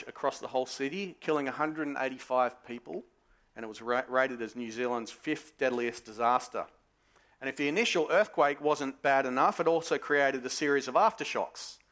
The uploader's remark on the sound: Sermon recorded live from Morley Baptist Church